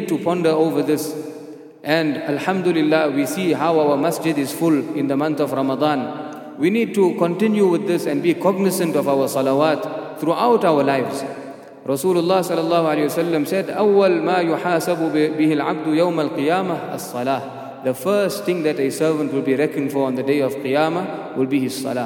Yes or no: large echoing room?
yes